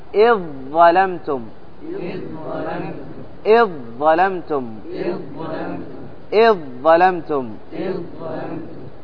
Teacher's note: إضغام الذال في الضاء إضغام كامل، نحو إذ ظلمتم، ذال وضاء مخرج واحد